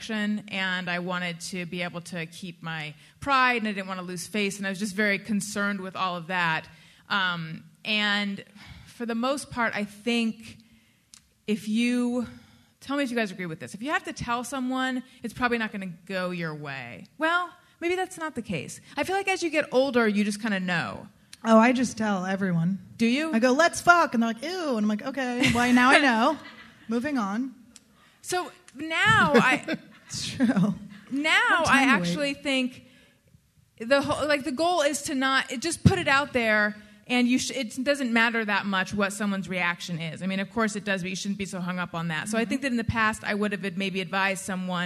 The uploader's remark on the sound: LIVE FROM BUMBERSHOOT.